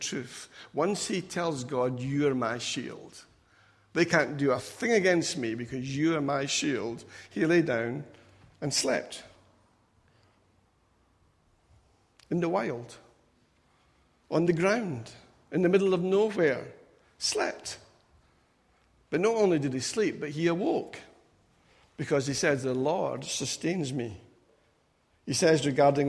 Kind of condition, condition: setting, large echoing room